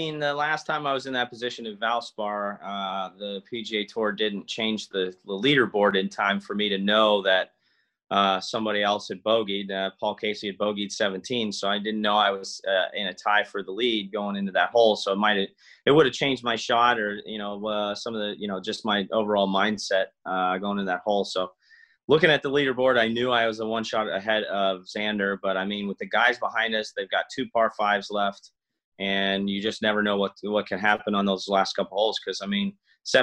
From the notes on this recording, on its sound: The Zoom-video of the interview is here.